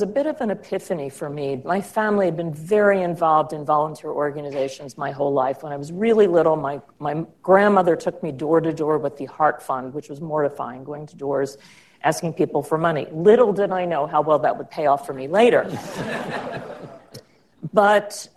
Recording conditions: live audience